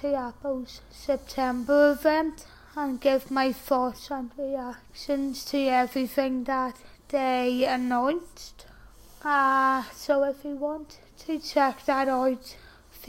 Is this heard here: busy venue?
no